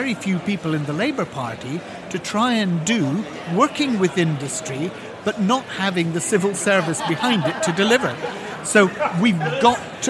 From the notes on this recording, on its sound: Recorded in the Heathrow Lounge at Liverpool’s ACC on Monday morning